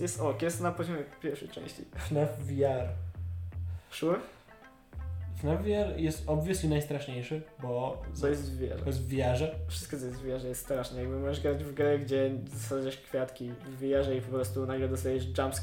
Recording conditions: poor microphone